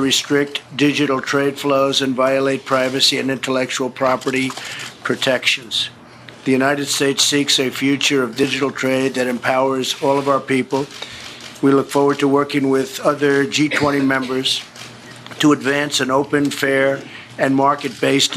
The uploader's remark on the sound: We are live at the G20 summit in Osaka, Japan, where bilateral meetings between the world’s top leaders continue.